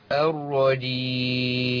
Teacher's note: إن أنا لازم أمكن لمخرج الدال وأنا بجيب الجيم